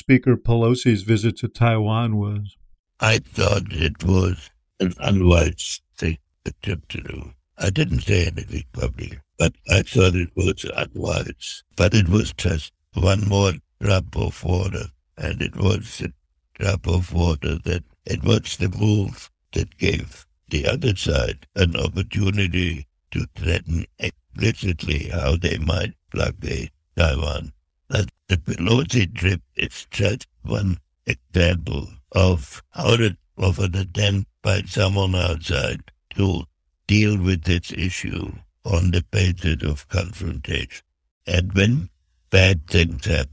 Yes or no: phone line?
no